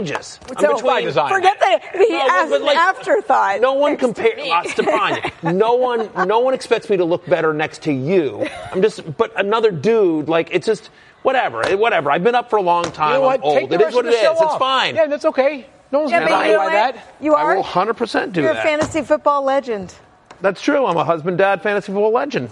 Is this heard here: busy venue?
yes